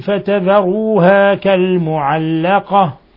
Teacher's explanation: نقف عليها بالهاء وليس بالتاء